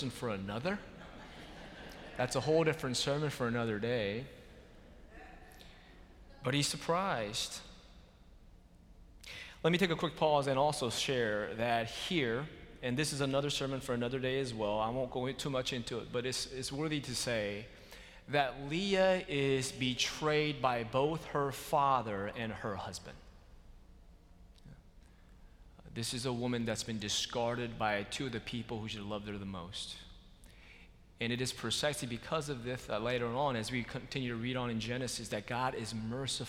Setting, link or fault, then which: setting, large echoing room